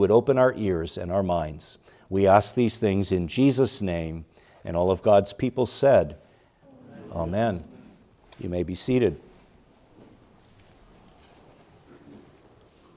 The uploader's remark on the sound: Preached at Grace Orthodox Presbyterian Church in Sewickley, PA, during the morning Worship Service on Sunday, February 18, 2024.